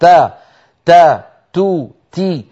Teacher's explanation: ينبهنا أن نحبس صوت تاء تاء تو تي، إذن حبس كامل للصوت. إذن يتحفظ بما فيها من الشدة لئلا تصير رخوة كما ينطق بها بعض الناس.